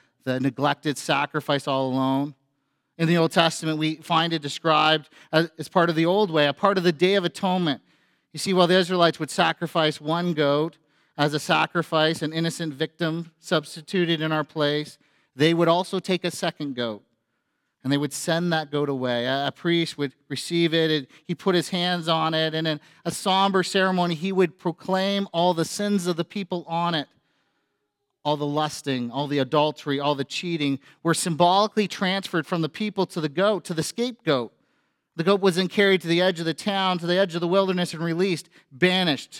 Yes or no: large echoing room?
yes